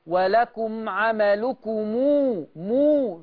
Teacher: يبقى ورش يوصل الميم دي بواو